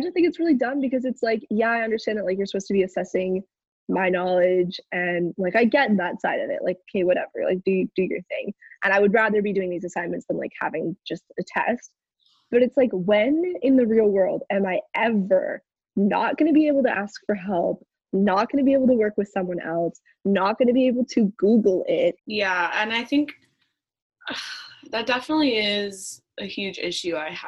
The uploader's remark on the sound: In this first-ever zoom-recorded episode.